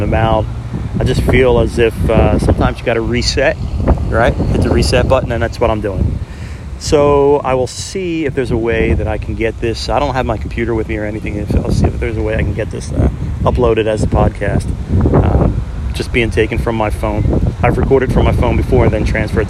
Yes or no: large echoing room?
no